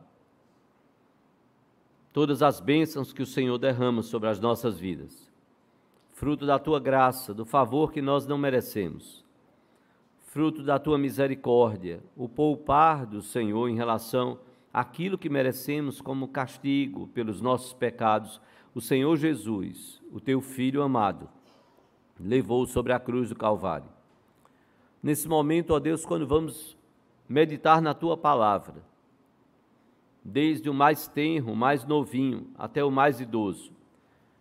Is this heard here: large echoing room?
yes